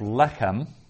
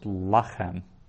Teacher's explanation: where we would normally have lechem, but now it's lengthened, and the pausal form is lachem · Shown in: second take · And in this case, the saluk is under the second last syllable, because lechem is a sigillate noun.